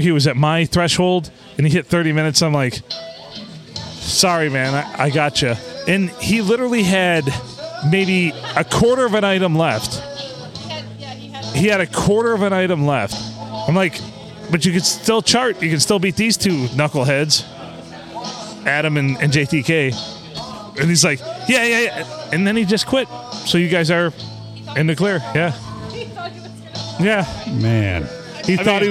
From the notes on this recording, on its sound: Recorded at the other round table in the main bar at the Blue, on a Monday night.